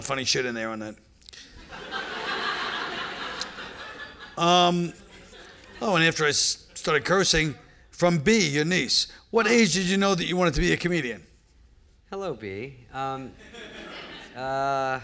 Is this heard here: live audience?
yes